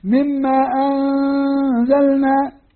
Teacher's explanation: بينما أنزلنا فيها بطء، وخاصة لما تقرأها وتخفي النون مع الزاي وتعطيها حركتين · Term: الإخفاء